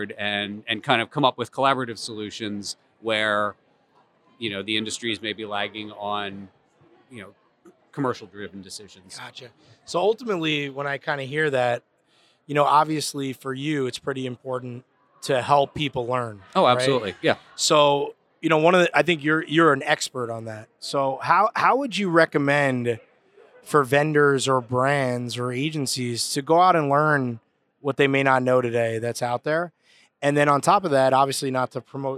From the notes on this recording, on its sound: recorded live at the Brand Safety Summit NY on November 3, 2022